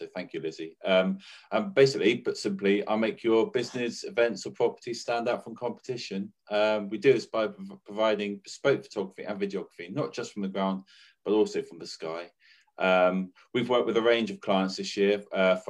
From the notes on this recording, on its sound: Online networking event over Zoom. Listen to the different business owners on the call.